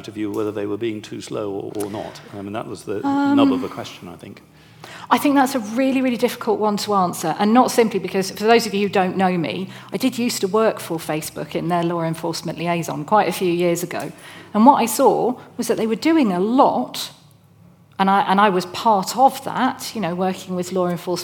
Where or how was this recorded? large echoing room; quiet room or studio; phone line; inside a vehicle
large echoing room